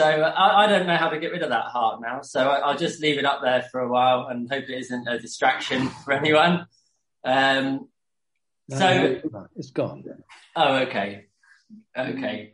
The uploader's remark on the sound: Q & A (Zoom). Teign Valley Sessions.